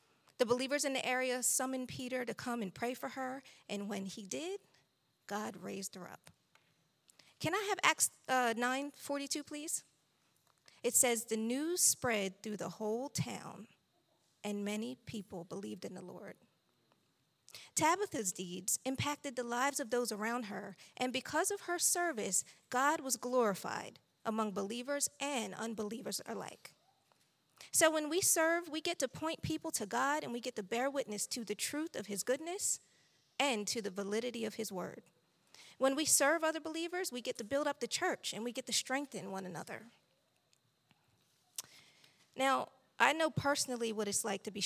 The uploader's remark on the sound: This JAT was recorded live on September 11th, 2022 at Newark United Pentecostal Church.